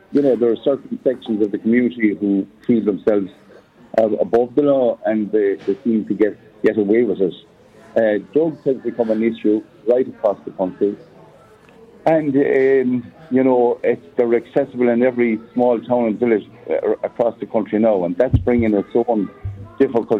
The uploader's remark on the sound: The Hard Shoulder is LIVE from the Galway Bay Hotel as part of Newstalk's Summer Tour.